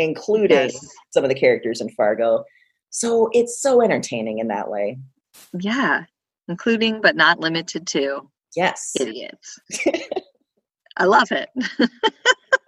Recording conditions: video call